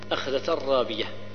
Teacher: إدغام كامل بدون غنى